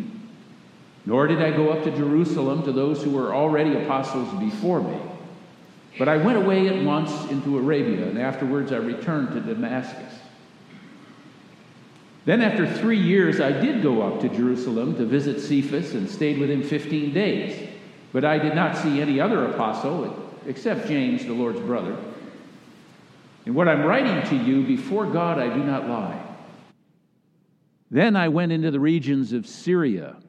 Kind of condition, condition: setting, large echoing room